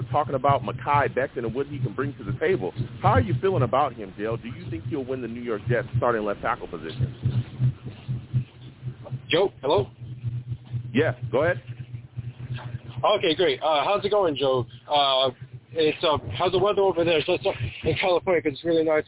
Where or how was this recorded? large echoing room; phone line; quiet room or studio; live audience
phone line